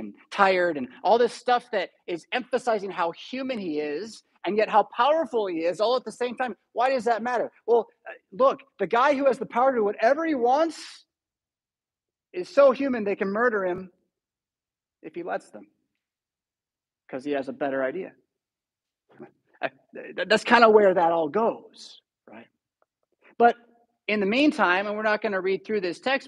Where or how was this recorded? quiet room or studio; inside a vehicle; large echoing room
large echoing room